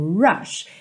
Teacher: O R no começo da palavra, ele é enrolado sim